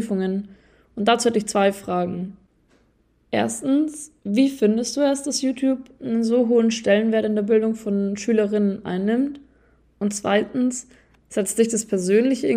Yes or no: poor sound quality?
no